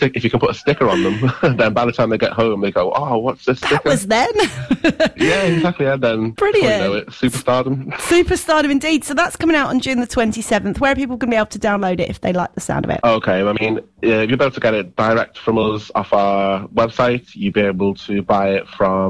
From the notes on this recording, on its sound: Phone Interview.